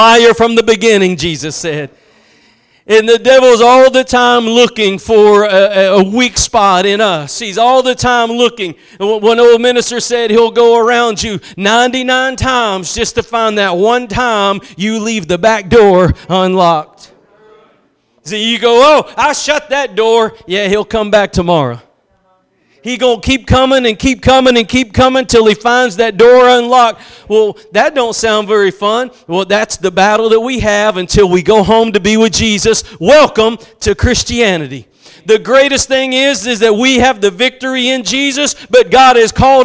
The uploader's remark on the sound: Preached at Gospel Lighthouse in Bossier City, La.